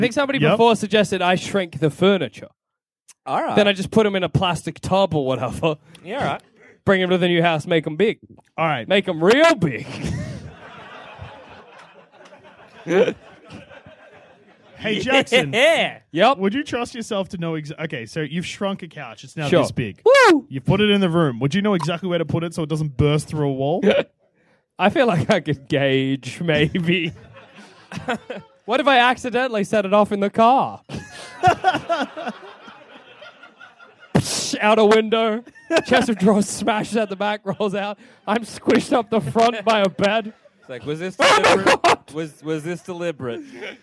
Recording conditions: busy venue